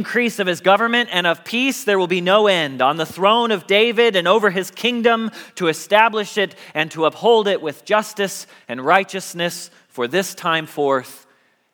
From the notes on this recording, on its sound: Message Preached at Valley Creek Church